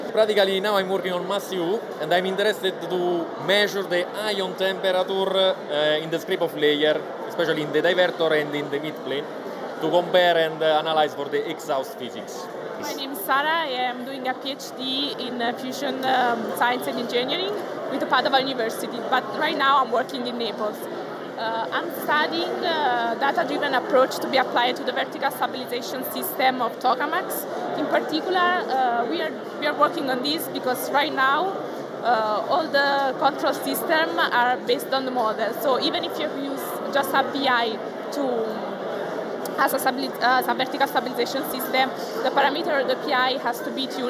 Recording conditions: busy venue